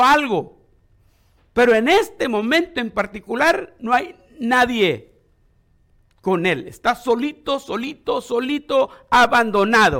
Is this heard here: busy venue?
no